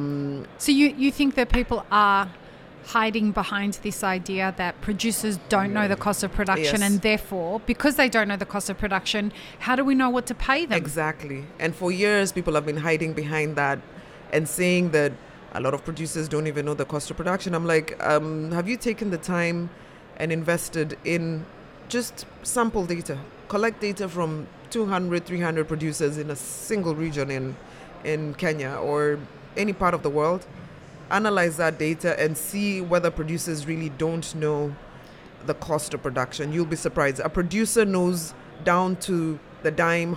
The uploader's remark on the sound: A selection of podcast episodes that were live-streamed from the show floor at World of Coffee Dubai 2024.